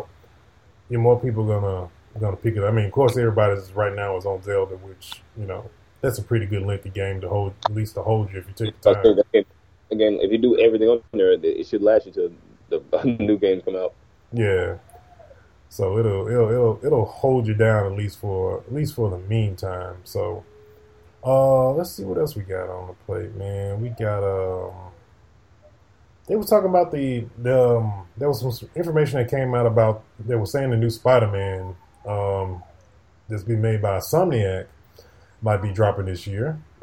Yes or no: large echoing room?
no